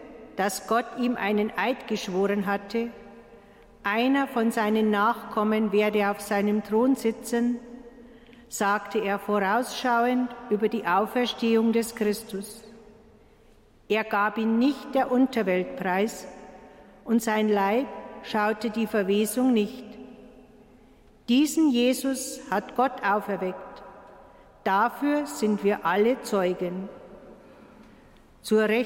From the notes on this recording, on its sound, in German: Live-Gottesdienstübertragung aus der Stadtpfarrkirche Waldkirchen